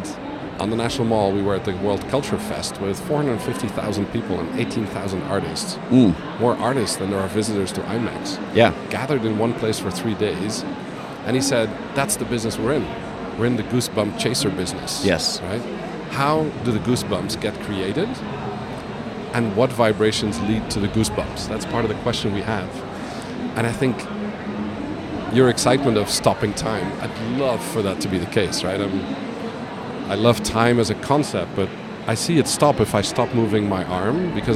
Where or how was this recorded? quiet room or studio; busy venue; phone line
busy venue